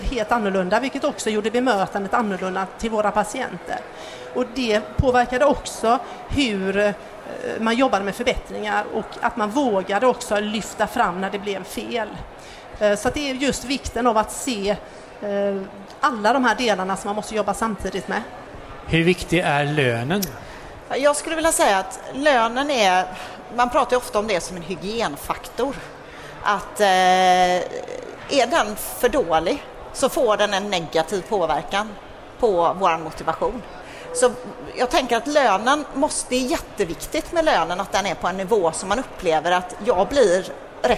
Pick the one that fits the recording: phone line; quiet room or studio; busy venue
busy venue